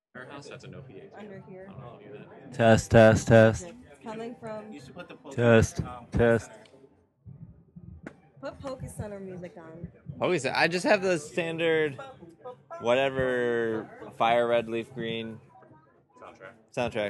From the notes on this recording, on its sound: How To Rock Midwest Gaming Classic [Live Show]. Recorded live at the show.